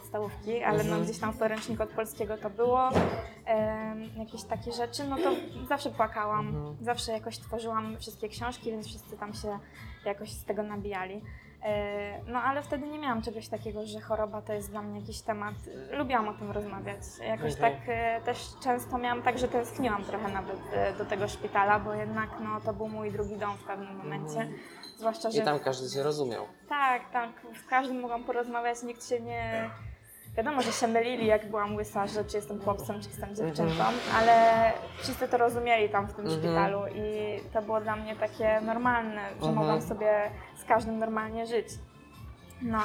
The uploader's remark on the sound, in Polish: Ostrzegam, że nagrywamy w kawiarni, więc z góry przepraszamy za dźwięki otoczenia.